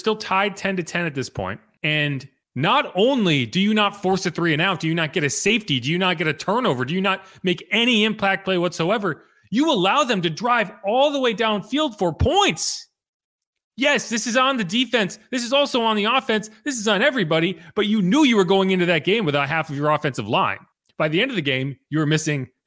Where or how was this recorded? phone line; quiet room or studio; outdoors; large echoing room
quiet room or studio